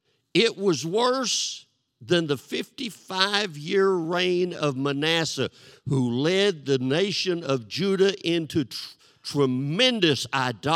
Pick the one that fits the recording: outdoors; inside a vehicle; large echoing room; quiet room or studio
large echoing room